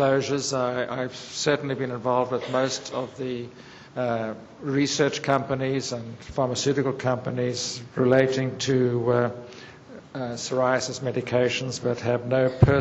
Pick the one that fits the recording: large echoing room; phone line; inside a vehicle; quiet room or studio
large echoing room